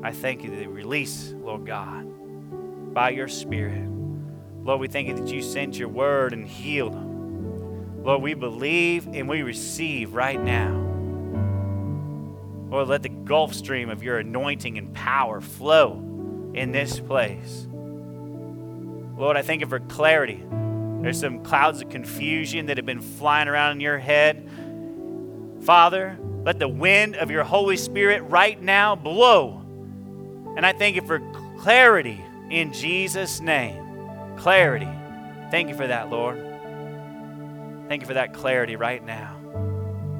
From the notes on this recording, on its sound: This is our first service audio.